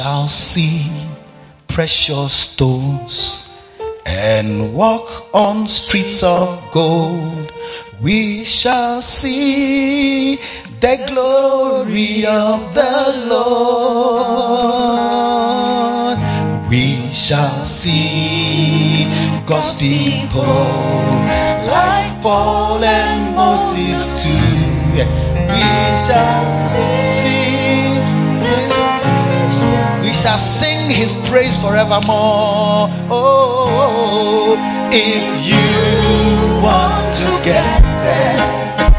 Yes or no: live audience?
yes